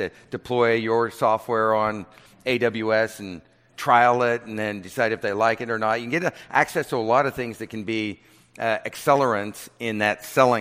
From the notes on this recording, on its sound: fireside chat from Greyscale, an event hosted by Greylock Partners